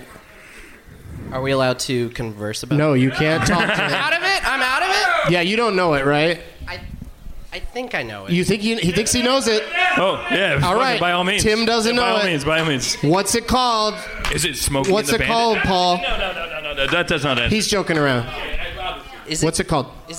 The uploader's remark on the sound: Live from the Highball during Fantastic Fest in Austin, TX